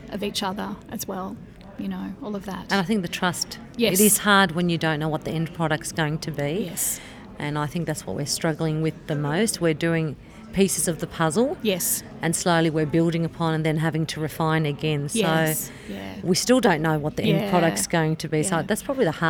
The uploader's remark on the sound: Live From BootCamp